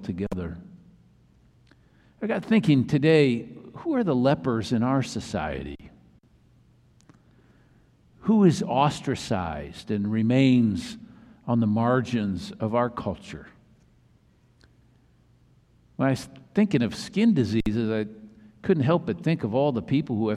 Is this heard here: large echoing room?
yes